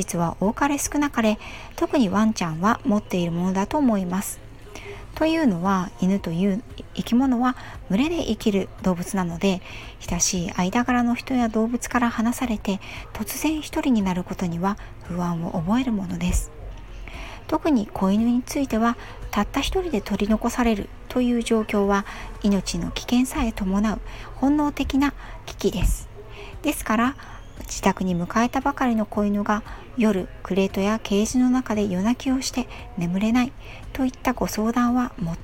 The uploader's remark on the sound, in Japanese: 子供が後ろでゲームをしているので雑音すみません。